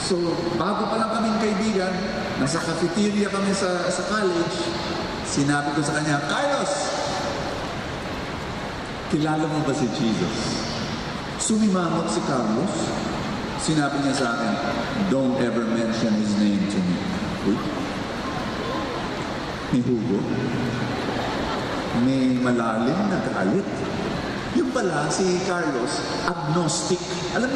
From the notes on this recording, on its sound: This talk was recorded from Rizal Grand Feast 2016.